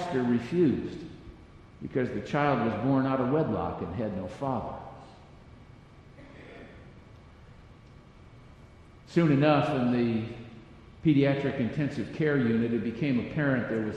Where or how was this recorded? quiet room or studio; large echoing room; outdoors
large echoing room